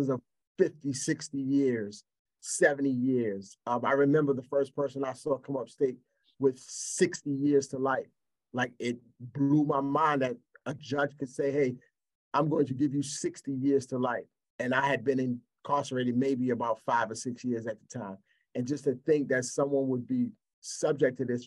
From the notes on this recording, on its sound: Audio from Freedom Day webinar